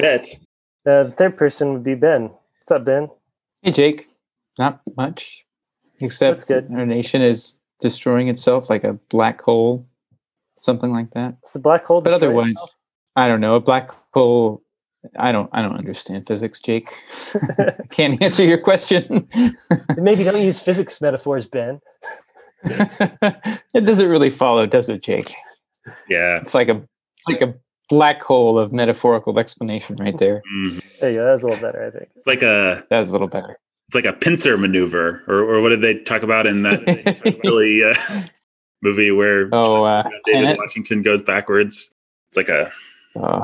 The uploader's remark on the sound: Recorded on Zoom (where we currently still have a platform).